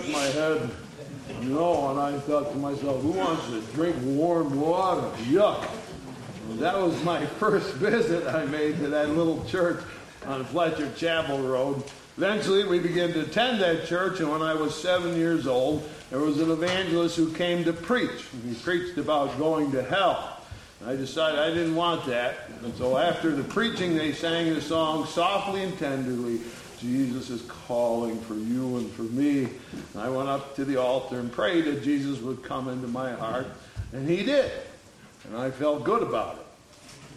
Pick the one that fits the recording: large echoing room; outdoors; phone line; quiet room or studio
large echoing room